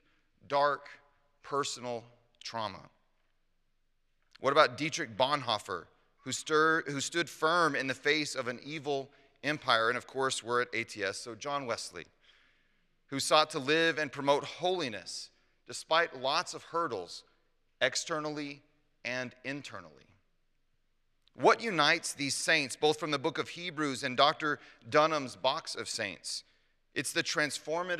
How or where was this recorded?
large echoing room